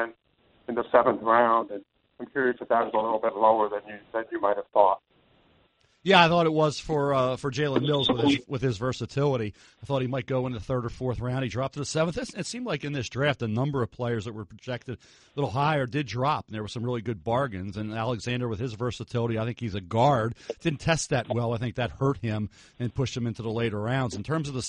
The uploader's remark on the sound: Post-NFL Draft Conference Call.